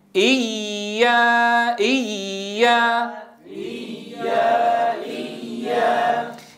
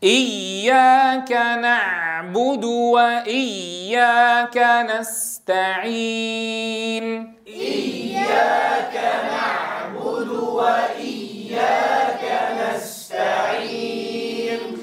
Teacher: صوت الياء المشددة لابد فيها من النبر من غير قطع لصوتها